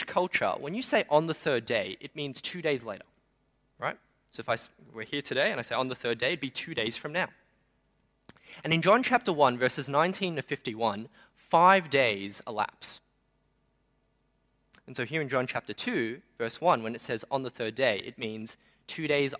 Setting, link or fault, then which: setting, large echoing room